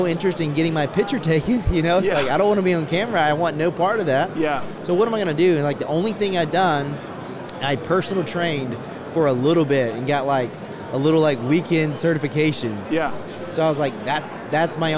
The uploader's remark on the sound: LIVE from NRB 2022!